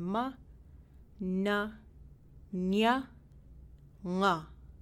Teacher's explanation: air gets forced out of your nasal passages as you're making these sounds. In Inupiaq, the nasals are ma, na, nya, nga.